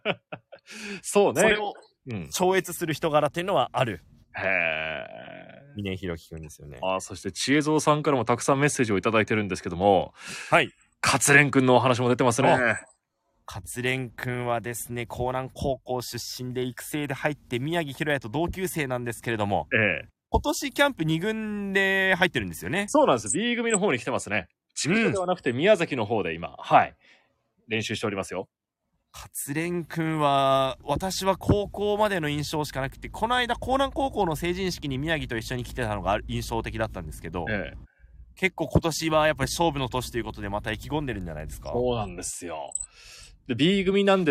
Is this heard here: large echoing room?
no